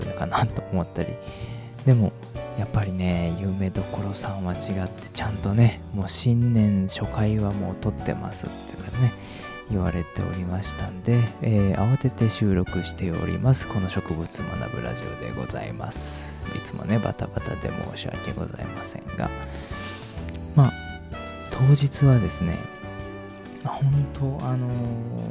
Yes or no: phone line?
no